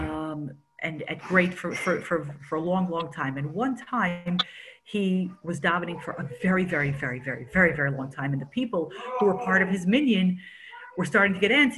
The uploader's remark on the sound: Zoom Class.